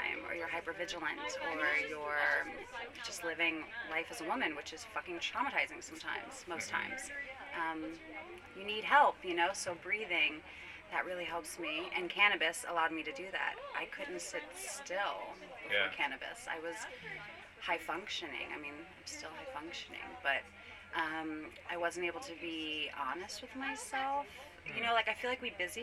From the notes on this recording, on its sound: This interview was done on-site at the Women of Cannabis Conference - hence the background noise.